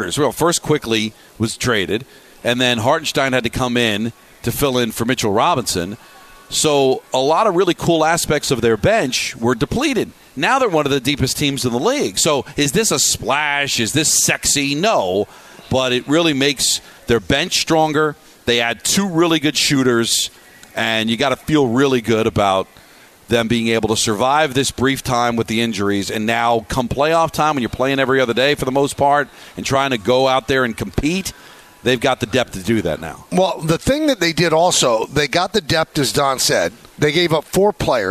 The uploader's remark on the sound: The show is live from UBS Arena